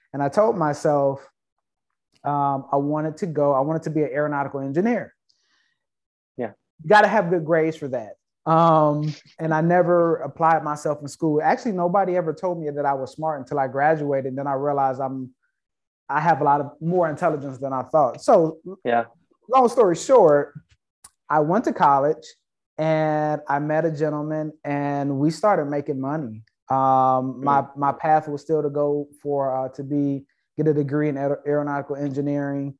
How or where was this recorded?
video call